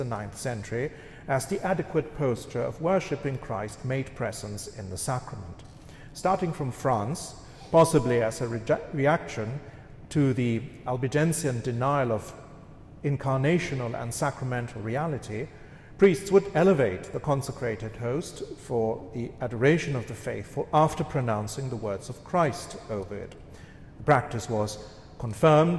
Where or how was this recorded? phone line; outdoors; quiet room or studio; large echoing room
large echoing room